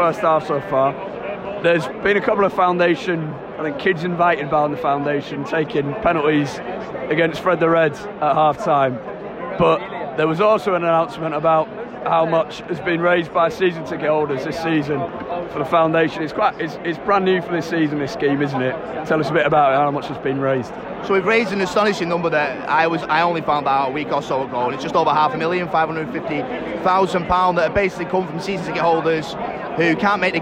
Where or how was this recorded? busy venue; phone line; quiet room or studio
busy venue